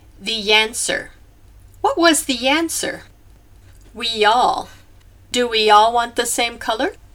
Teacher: Listen for the Y or W off glide between the vowels